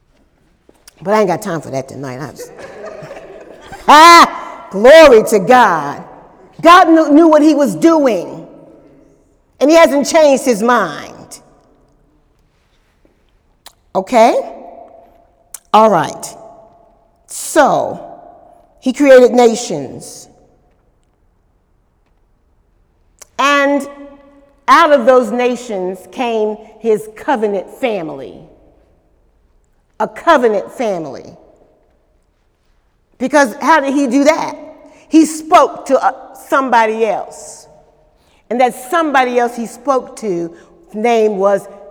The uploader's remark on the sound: During Wednesday night service